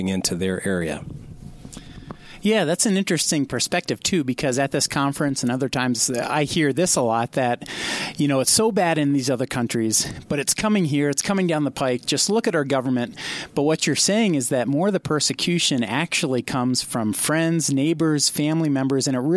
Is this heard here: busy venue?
yes